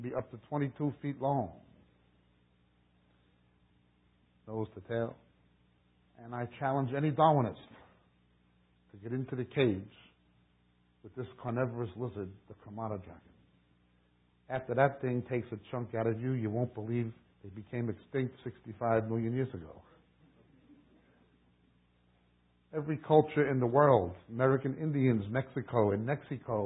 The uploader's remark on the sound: We apologize for the sound quality. This teaching is from the 1990's to 2000's and under less than ideal conditions.